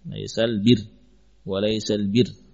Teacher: Kita anggap ra-nya satu saja. Sukun, ra sukun sebelumnya kasrah, sudah tipis.